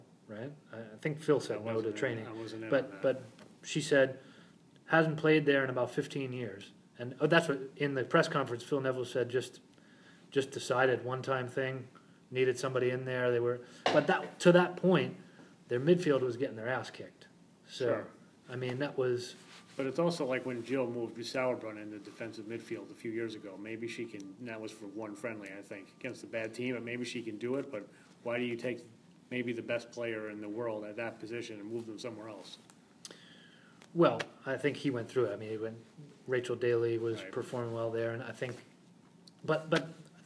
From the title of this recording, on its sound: Live from the SheBelieves Cup